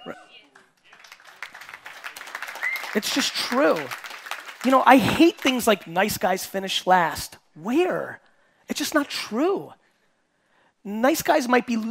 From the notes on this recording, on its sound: Coming straight from the Auckland, NZ Keynote